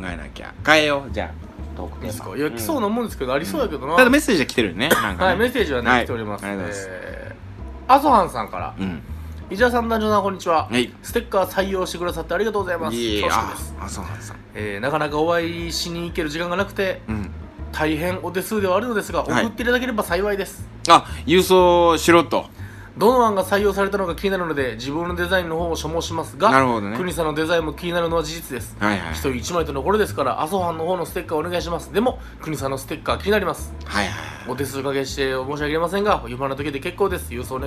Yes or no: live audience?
no